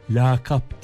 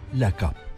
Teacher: Genellikle yanlış biçimde ilk a uzatılarak lakap diye söyleniyor. · Shown in: first take · Siz de öyle söylüyorsanız kulağınızda bulunsun, doğrusu lakap.